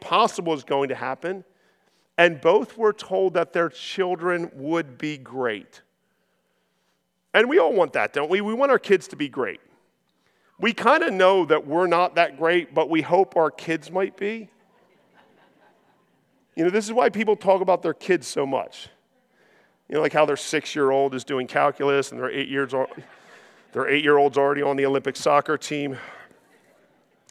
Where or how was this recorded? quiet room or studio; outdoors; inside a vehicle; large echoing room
large echoing room